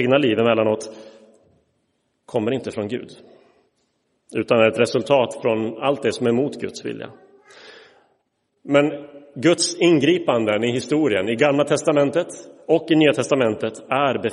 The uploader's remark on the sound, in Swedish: Inspelad i Roseniuskyrkan